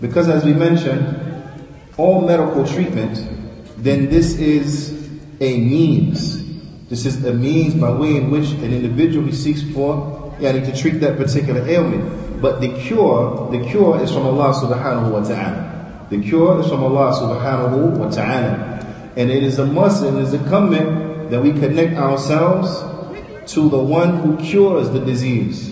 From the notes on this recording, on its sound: Lecture given at Masjid Nur Allah, Queens, NY